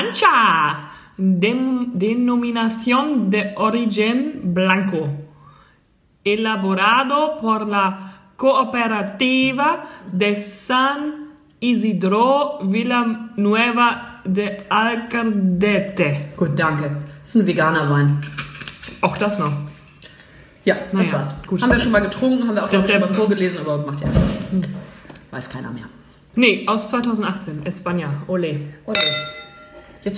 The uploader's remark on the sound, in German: live vom Klo, also rein akustisch.